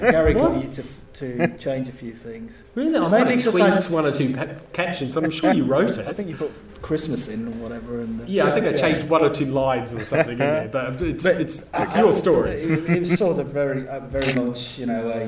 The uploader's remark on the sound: In a panel discussion recorded at SCI-FI-LONDON.